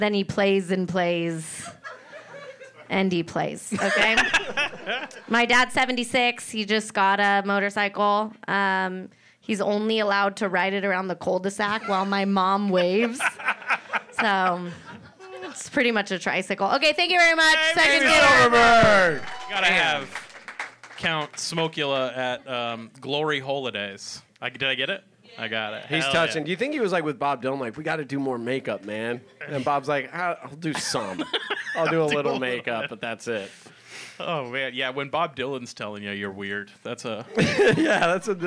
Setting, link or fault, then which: setting, live audience